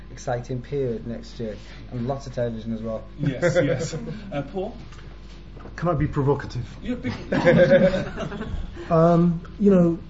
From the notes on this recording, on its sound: A panel discussion that took place at The National Archives Caribbean Family History Day.